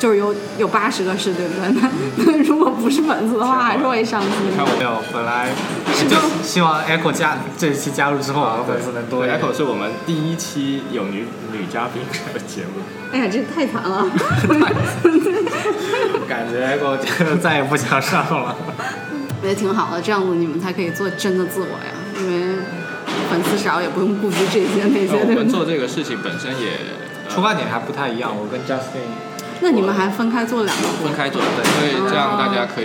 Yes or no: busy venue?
yes